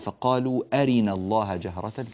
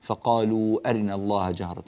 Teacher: أيضا مما ننبه إليه قوله تعالى: فقالوا أرنا الله جهرة، كلمة أرنا نكسر الراء فيها هنا على قراءتنا، لا نأتي بها سريعة مختلسة · Shown in: first take